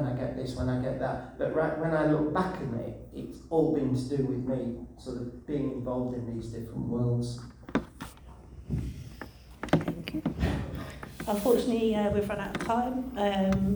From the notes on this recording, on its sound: Recorded at the Darkside of Brighton Book Festival held at The Old Ship Hotel in Brighton, on 28th October 2023.